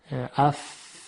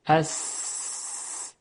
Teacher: فقط از میان تارها عبور میکنه و تارهای صوتی رو به ارتعاش در نمیاره، اصواتی هستن که دارای همس هستن